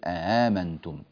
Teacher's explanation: ونسهل الهمزة الثانية فتصير آمنتم · Term: تسهيل الهمزة الثانية